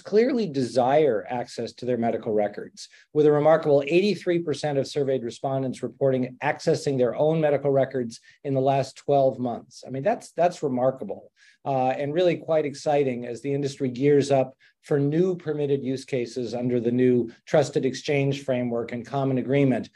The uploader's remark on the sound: Webinar. We convene a distinguished panel of health data interoperability and privacy experts to discuss the findings live.